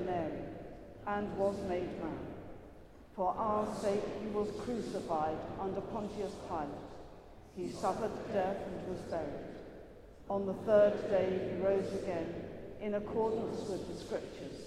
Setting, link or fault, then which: setting, large echoing room